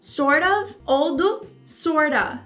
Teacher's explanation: Juntos, ele tem esse som do sort of ou do sorta, que é como se fosse um A no final.